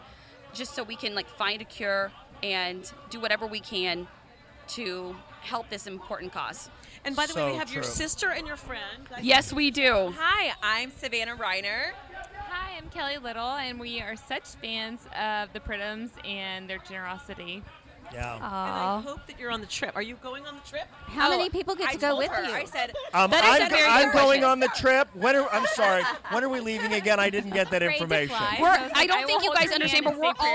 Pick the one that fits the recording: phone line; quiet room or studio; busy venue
busy venue